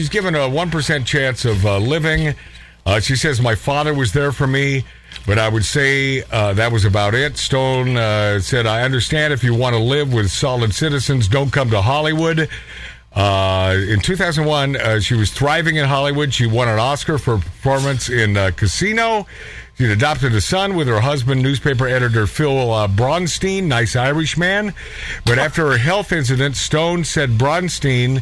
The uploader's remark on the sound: A Ribald, unplanned phone call